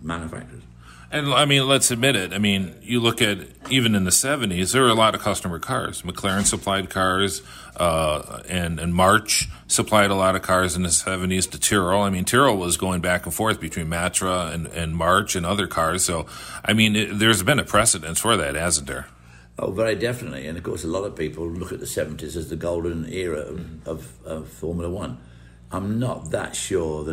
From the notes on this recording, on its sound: joined live at Road America